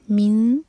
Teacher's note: light اخفاء، تاکہ اس زبان تیار کریں اور دو سیکنڈس کا ٹائم دیں، اور نون کی مخرج کو ٹچ نہیں کرنا